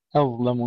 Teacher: ننتبه إلى ترقيق الهمزة وترقيق اللام